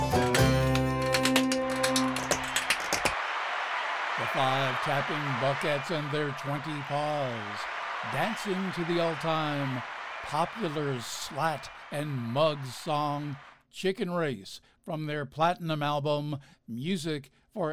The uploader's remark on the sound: Live from the Stranded Theater in New York City.